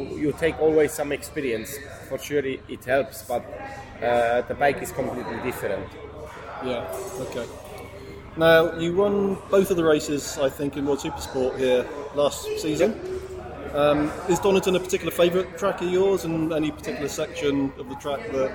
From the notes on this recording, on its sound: A special interview show from the recent World Superbike round at Donington Park in the UK. Pre-race weekend media day.